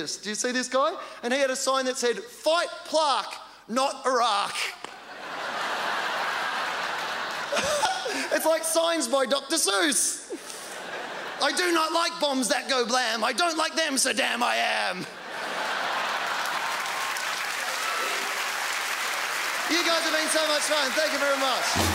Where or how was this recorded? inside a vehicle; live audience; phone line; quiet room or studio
live audience